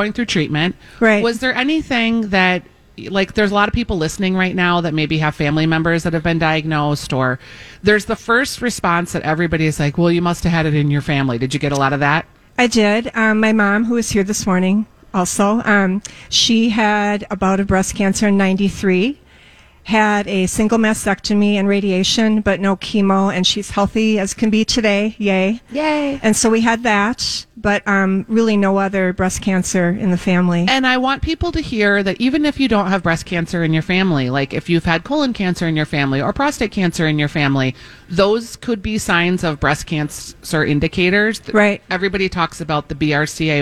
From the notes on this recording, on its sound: broadcasting live at Southern Lights